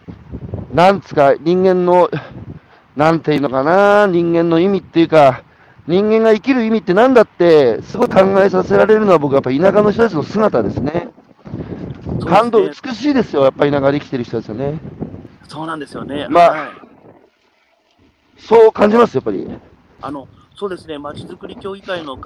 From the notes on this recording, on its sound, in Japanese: 歩くラジオ。山口県下関市。歩きながら1時間、対談する。